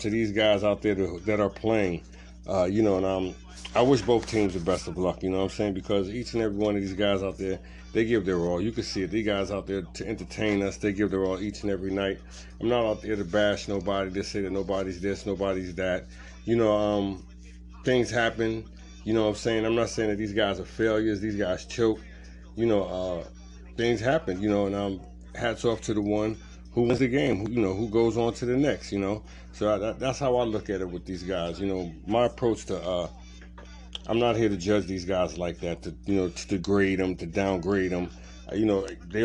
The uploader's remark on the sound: Phone Chat.